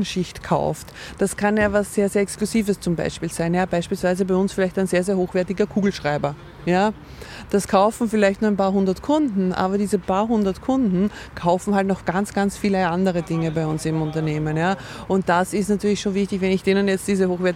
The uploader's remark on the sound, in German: aufgenommen haben wir das Interview im Sommer im Park von Schönbrunn in Wien – daher düst auch mal ein Bimmelzug an uns vorbei